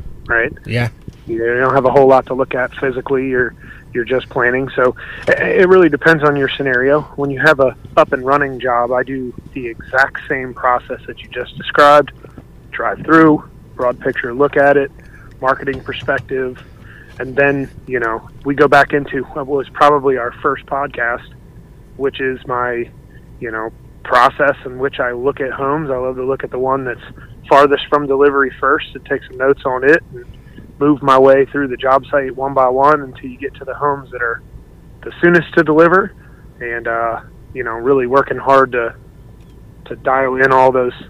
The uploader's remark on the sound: The sound quality for this podcast isn't great. Were both in parking lots during the recording of this podcast.